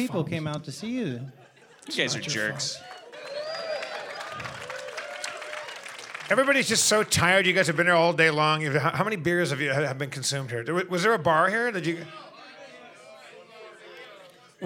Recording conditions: busy venue